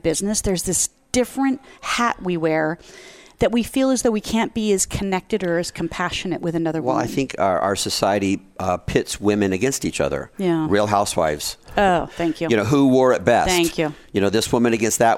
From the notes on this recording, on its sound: Live form the Largest Women's conference in the USA. We will be live for 2 days bringing you all the event action, keynote speakers and VoiceAmerica hosts.